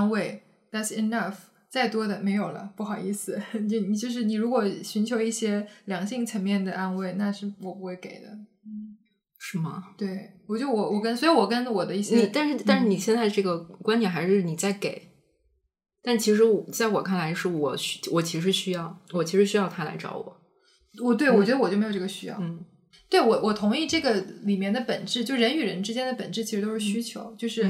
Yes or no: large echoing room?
no